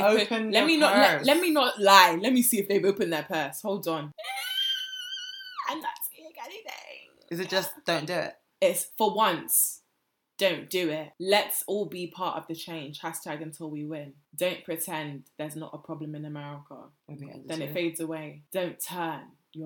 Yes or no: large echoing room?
no